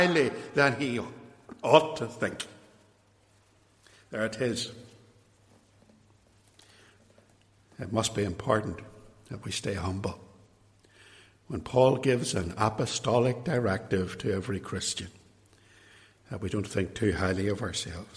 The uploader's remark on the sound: This episode is an extract from a sermon preached at Templepatrick Reformed Church, Northern Ireland.